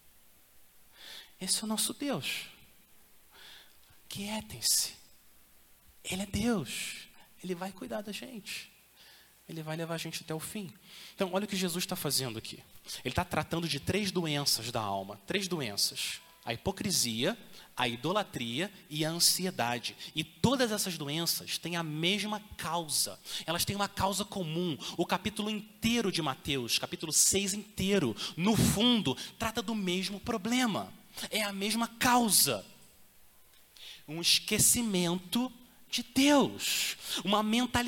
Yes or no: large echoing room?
yes